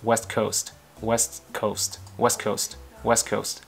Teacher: nói nhanh trong cái tốc độ nói bình thường hàng ngày này thì cái âm t ở trong west ấy, thì là thường thì nó sẽ bỏ đi.